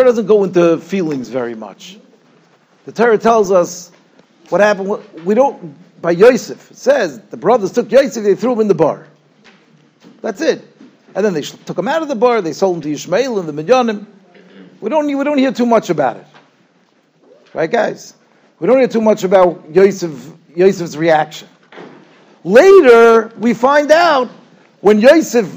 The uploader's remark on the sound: Shiur recorded in Yeshivas Ohr Reuven, Monsey, NY.